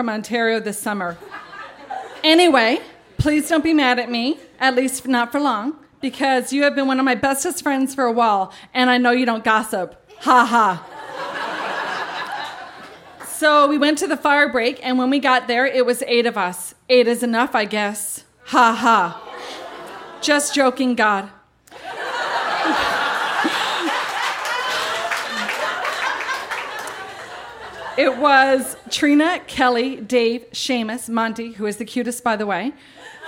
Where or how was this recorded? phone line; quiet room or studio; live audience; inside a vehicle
live audience